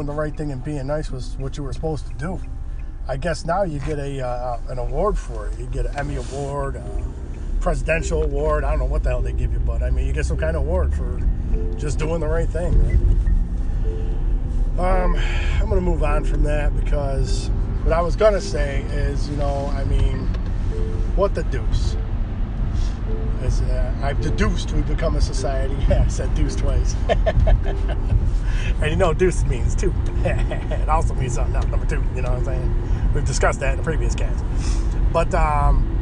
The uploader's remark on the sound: Doing show while driving. My wife called and stopped the show.